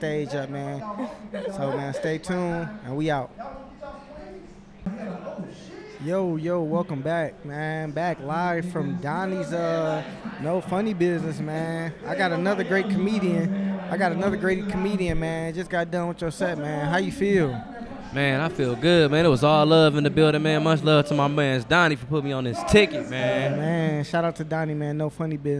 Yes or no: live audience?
yes